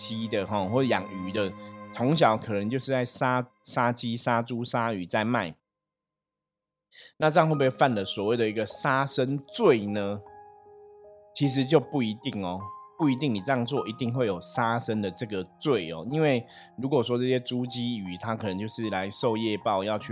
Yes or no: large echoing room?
no